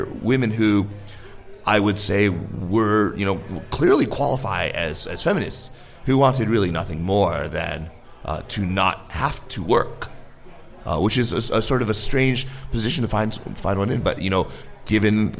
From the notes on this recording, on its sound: Took audience questions at a live podcast at the Definitive China Happy Hour in Washington, D.C., on August 10, 2017. The Happy Hour brings together China professionals and enthusiasts from over 30 D.C.-area China organizations.